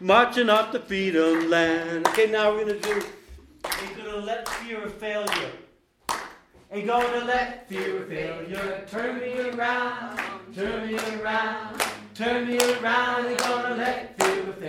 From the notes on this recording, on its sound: This episode was recorded June 23, 2019 at a talk I gave at the Prescott Unitarian Universalist Fellowship. At a talk I gave at the Prescott Unitarian Universalist Fellowship, affectionately known as PUUF.